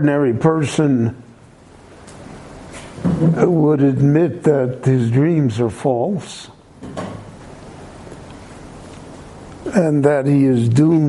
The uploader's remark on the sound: The following short lecture was given LIVE at Beit Knesset HaNassi In Jerusalem between the Mincha and Maaric prayer services.